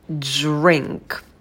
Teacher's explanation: И в слове drink у нас вместе идут dr, поэтому появляется жужжание. Drink. И там еще у нас носовой звук «н».